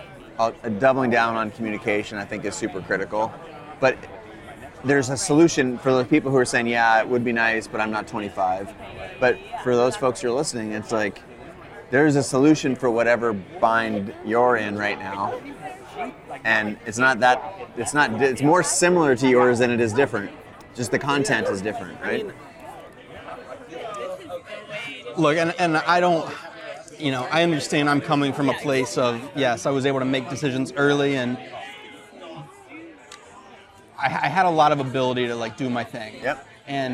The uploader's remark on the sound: Instead of the usual studio conversation. Recorded the show while grabbing a burger & margarita just around the corner from CreativeLive in Seattle. It’s a bit loud at times, but I think the ‘fly on the wall’ experience is absolutely worth it.